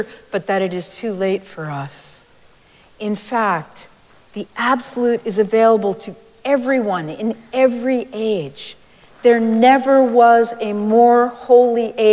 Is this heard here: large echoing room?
yes